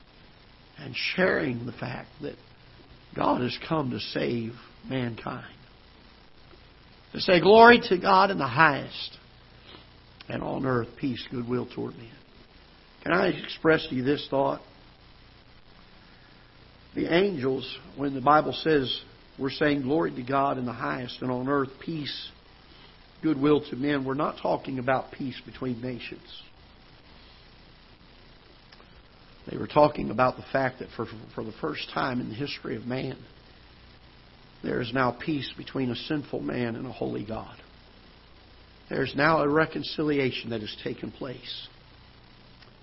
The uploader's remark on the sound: Ketha Heights Baptist Church ~ Live Broadcast